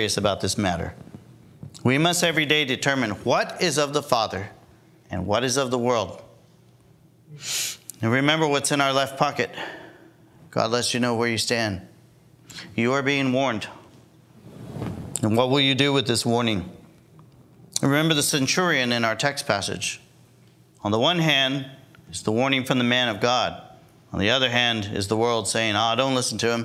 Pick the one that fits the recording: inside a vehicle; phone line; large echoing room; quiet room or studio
large echoing room